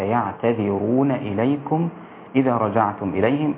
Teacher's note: الراءات كلها مفخمة لا تكون أقرب إلى الترقيق منها إلى التفخيم